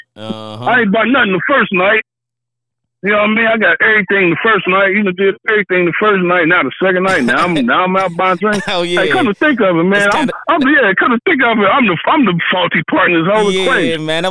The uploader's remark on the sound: Takes Live Calls From Callers Who Have Wild Stories To Tell. On This Episode Two Callers Call in to Tell Wild Stories.